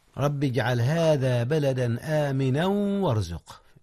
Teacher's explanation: أما الإدغام فهو بغنة، نعم، رب اجعل هذا بلدا آمنا وارزق، إذ الواو أيضا من حروف الغنة مع النون، إدغام بغنة لأن النون قبل الواو